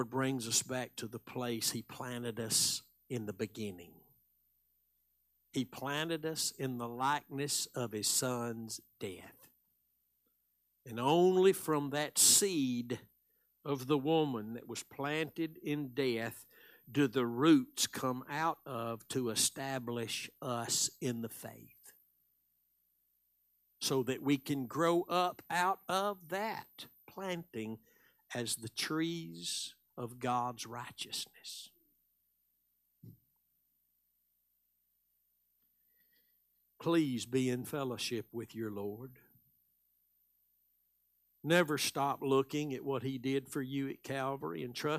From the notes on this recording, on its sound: Live Sunday Morning Service